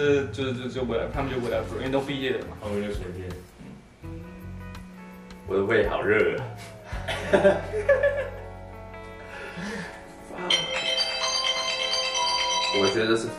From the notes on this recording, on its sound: 先為本集的音質道歉，我們已經在研究購買專業的麥克風!! We apologize for the poor audio quality, we will look into professional microphones.